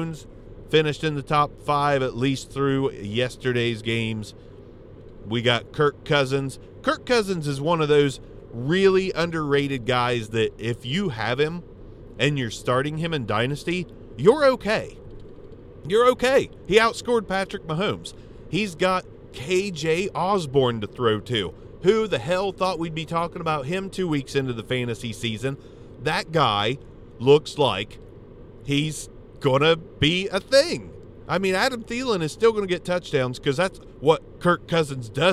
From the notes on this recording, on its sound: In The Car.